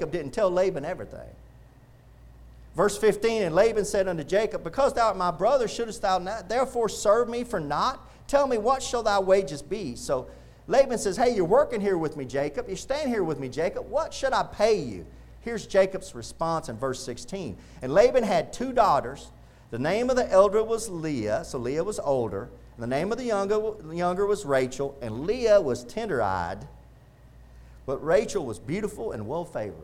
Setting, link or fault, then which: setting, large echoing room